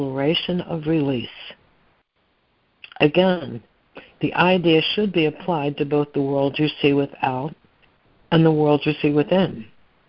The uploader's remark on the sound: ACIM Daily Conference Call